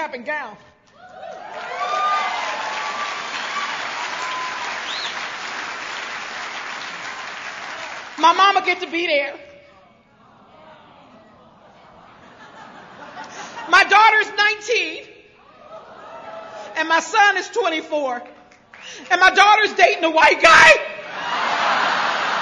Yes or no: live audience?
yes